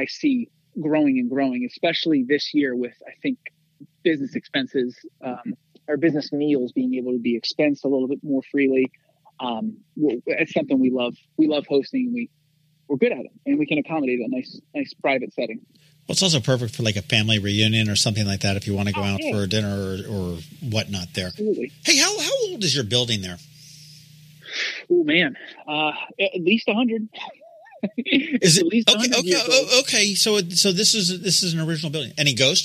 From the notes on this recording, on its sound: We hopped on the phone